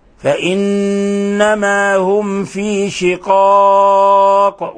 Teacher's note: كيف قلقلنا القاف حينما وقفنا عليها، لأنها حينما نقف عليها تسكن، وهي من حروف الخمسة التي تقلقل، قطب جد.